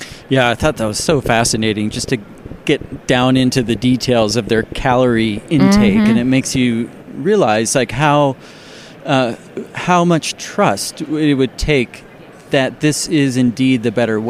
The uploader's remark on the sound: Comin’ to you live from the annual Society of Biblical Literature conference in Denver!